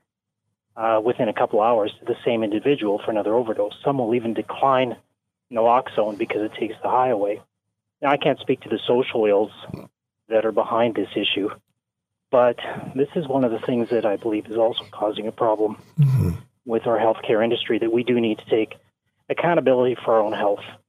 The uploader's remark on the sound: Callers on the state of Canada's healthcare system. Takes to the phones to hear about your experiences in Canada's overwhelmed healthcare system.